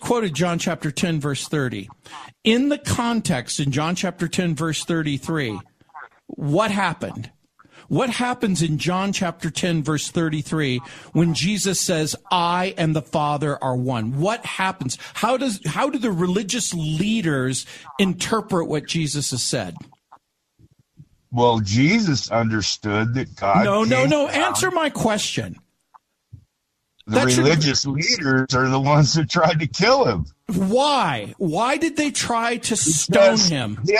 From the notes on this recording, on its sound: Phone call